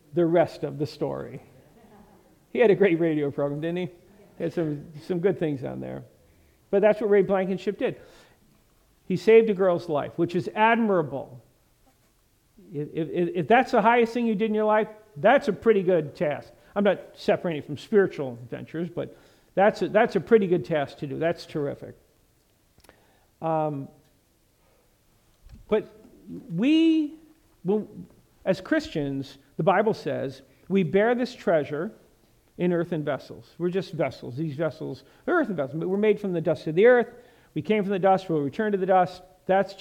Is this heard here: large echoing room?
yes